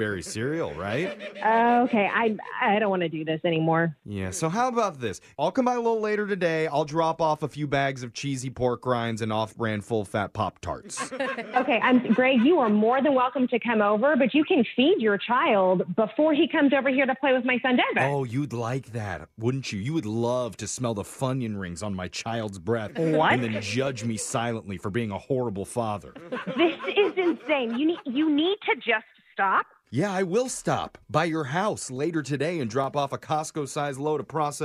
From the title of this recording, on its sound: Phone Tap